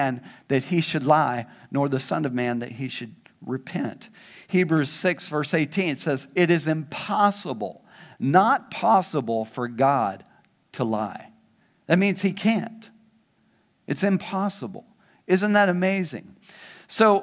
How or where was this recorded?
large echoing room